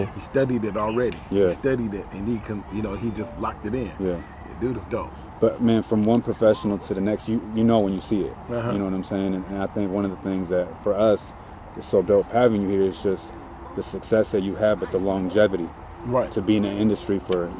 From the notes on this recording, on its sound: Recorded at Capistrano Park in Oceanside, CA.